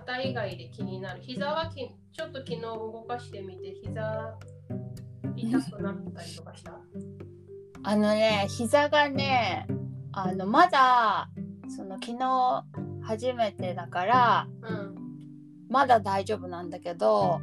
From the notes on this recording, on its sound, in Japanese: 初回のためボリューム調整もままならず、お聞き苦しい点もありますが